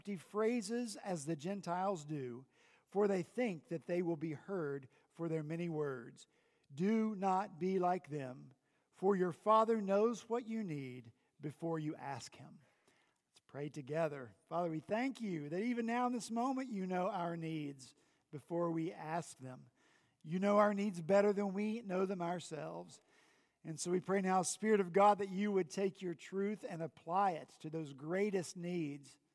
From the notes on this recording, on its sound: At Redeemer Presbyterian Church in Charleston, SC